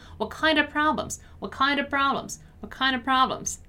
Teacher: that very popular pronunciation of kind of, which becomes kinda